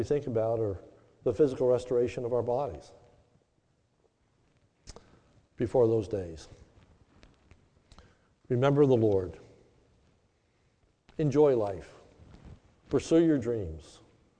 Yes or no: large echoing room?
yes